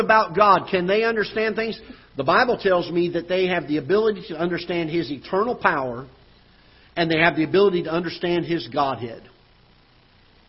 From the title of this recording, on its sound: Ketha Heights Baptist Church ~ Live Broadcast